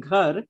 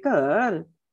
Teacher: Punjabis, for example, if they have to say ghar, they'll say kar, and they would make it into a tone. · Shown in: second take